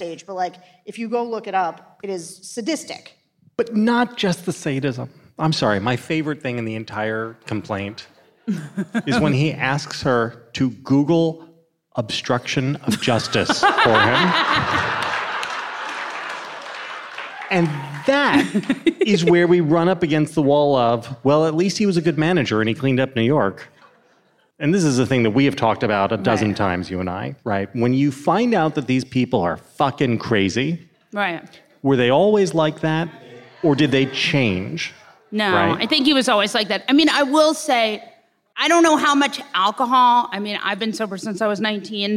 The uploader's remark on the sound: LIVE from NYC. As part of The Bulwark's live event in NYC!